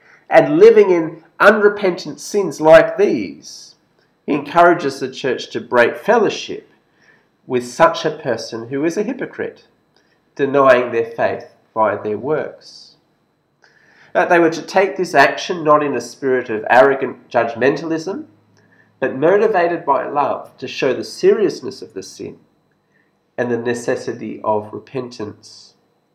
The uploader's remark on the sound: This sermon was preached at St George's Church, Penang on 13th October 2021.